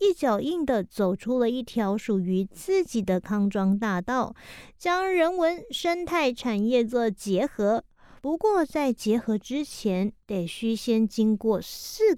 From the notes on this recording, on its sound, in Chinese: 今天要帶大家走出錄音室，來到位在宜蘭縣的大同鄉。這次是我第一次獨自開著車離開外縣市，經過雪隧前往採訪地點。所以我選了一個山腳下的部落。